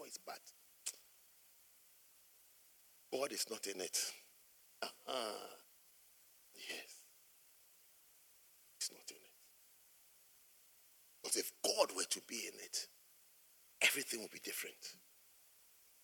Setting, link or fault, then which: setting, large echoing room